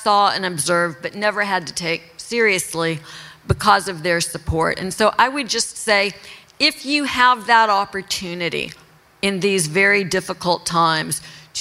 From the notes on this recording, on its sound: Are live in New York City.